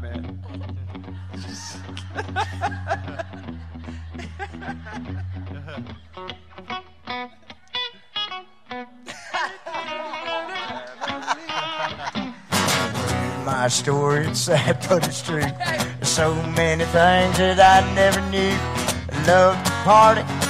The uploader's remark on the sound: Live From The Loveless Barn